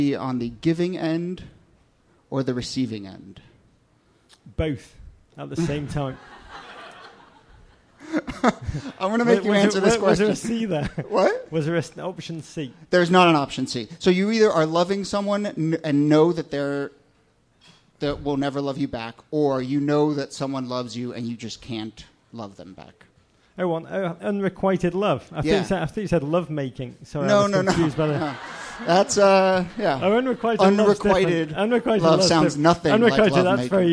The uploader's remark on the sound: Ask Roulette is a conversation series in which strangers ask each other questions on stage. Excerpt is from our November regular show at Housing Works Bookstore. House band. Some audience members.